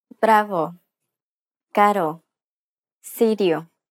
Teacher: This consonant sounds like a combination between a D sound and an R sound.